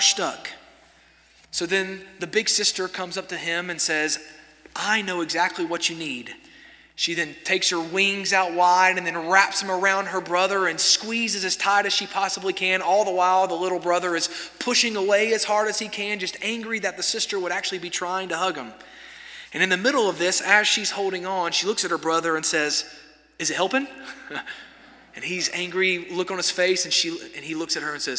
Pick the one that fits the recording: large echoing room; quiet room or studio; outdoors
large echoing room